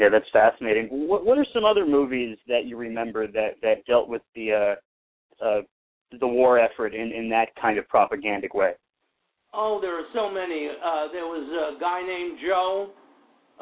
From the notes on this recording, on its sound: will call into the show